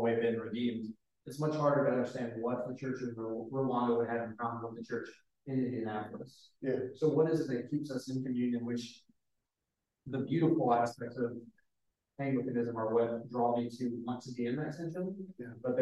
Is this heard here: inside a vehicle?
no